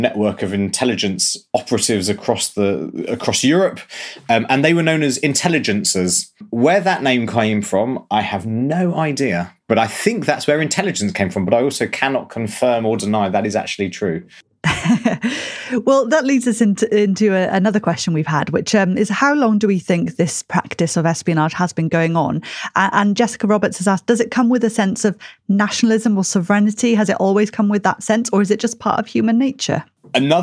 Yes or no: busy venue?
no